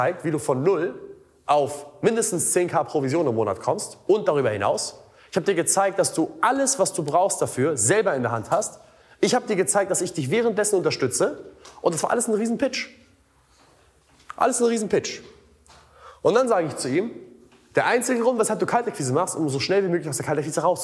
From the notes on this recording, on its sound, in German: im Rahmen eines Vortrags auf dem "Sell like Alex Event"